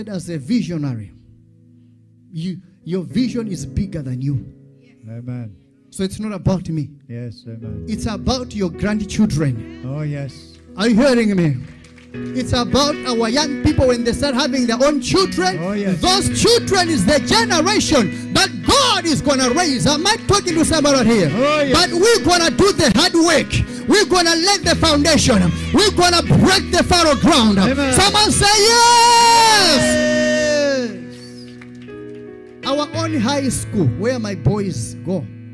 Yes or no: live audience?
yes